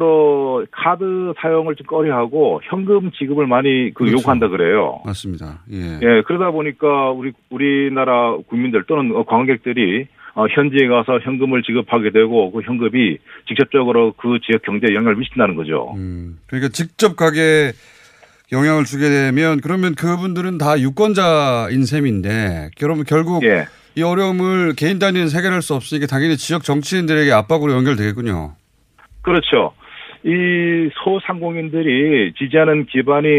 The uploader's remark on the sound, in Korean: 전화연결